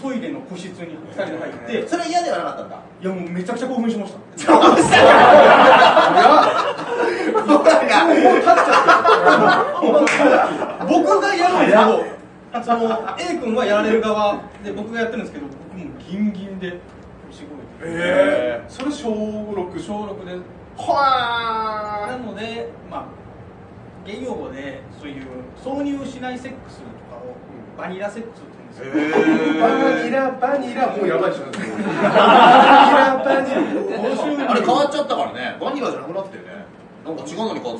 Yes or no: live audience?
yes